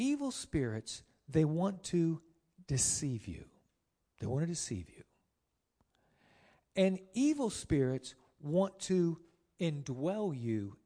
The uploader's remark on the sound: Sermon preached on 9-1-19 at Lighthouse Tabernacle Church of God of CI